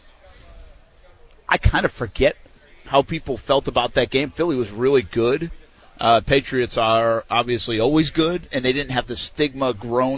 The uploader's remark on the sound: Live from the SB! Interviews & Sound From Night 1. Live from the Superbowl!